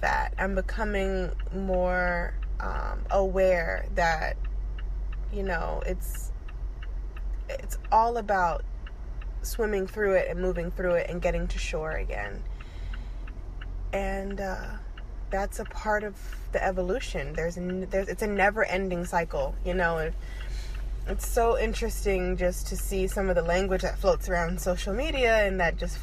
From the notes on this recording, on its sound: Car Talk. In the car.